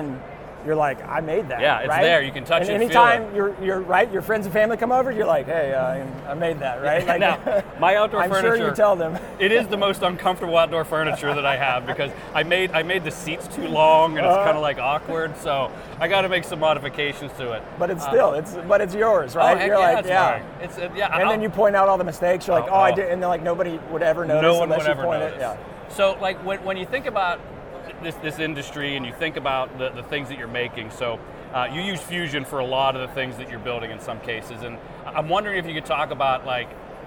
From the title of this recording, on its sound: Live at AU 2023 in Las Vegas!